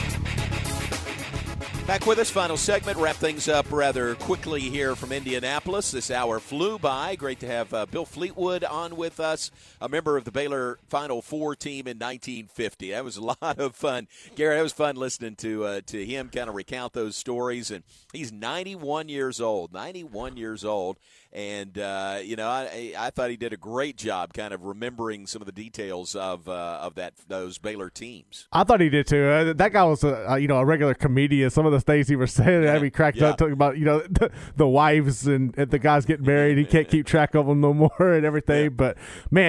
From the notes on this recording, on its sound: live from the #FinalFour